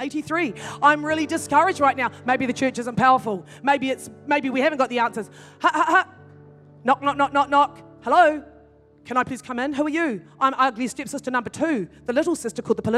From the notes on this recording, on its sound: In this message from Activate Conference 2021.